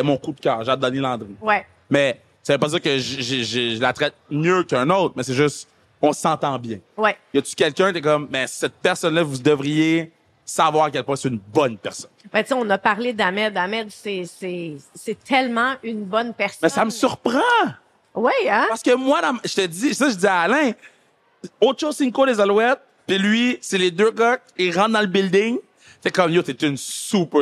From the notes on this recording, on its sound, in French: Sans Restriction était live du Centre Vidéotron pour le Duel de la LECB!